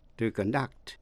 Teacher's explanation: nếu là động từ nhấn vào vần hai